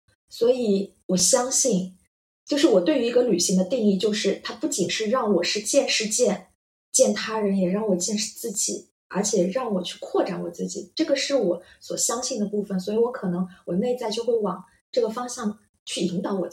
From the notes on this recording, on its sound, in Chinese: 這集錄音時發生點意外，聲音不太好，後期努力調整了，但還是不太行。